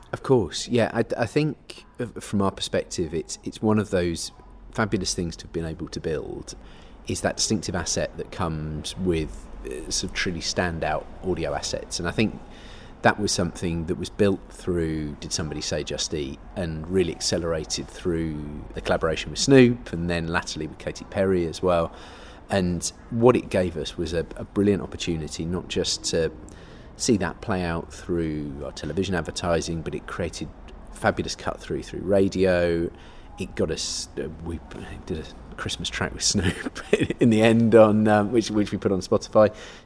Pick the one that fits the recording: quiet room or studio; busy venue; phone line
busy venue